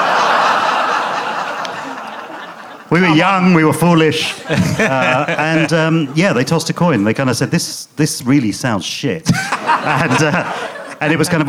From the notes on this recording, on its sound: Leicester Square Theatre Podcast. Chats with the audience.